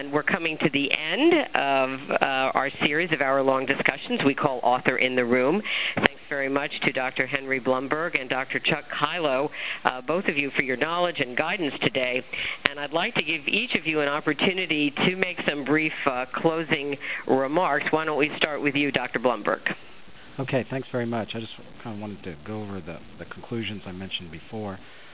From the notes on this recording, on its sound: June 2005 Author in the Room® Teleconference